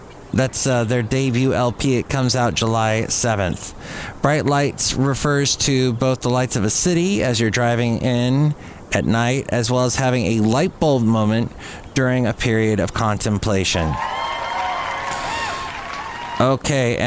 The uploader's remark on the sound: podcasts live from Café Anyway